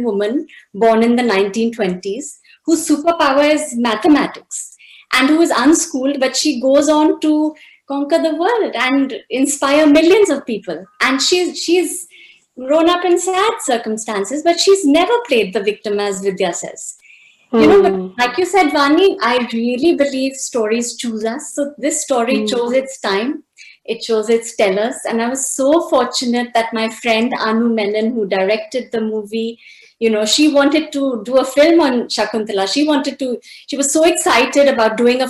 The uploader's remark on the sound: This episode is the audio version of a live online session from #JLFLondonAtBL2020